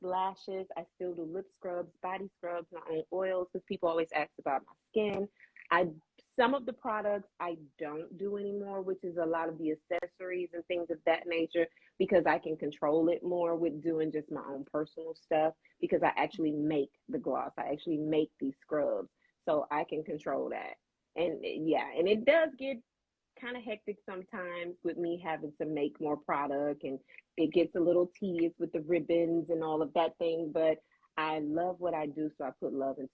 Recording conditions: video call